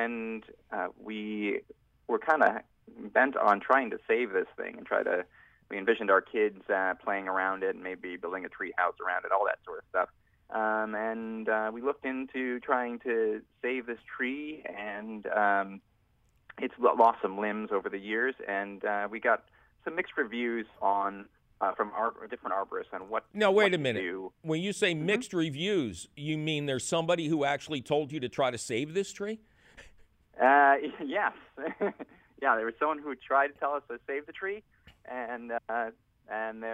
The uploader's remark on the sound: a heaping helping of your phone calls